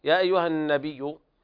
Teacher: حرف أغن مشدد، وأيضا لابد من مراعاة تشديد الياء